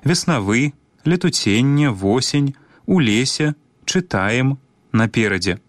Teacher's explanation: гук Э у большай або меншай ступені, набліжаны да А.